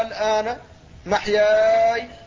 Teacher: فهذا جاء فيه حرف المد وبعده الساكن، لكن الساكن الذي بعده مخفف، فهذا لازم كلمي مخفف